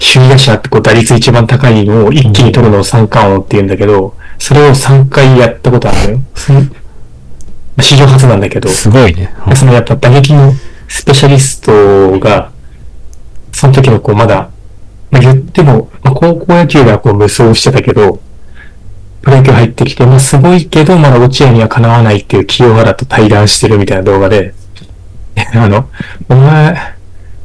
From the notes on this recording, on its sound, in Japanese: 設定ミスって軍事無線みたいな音質になってます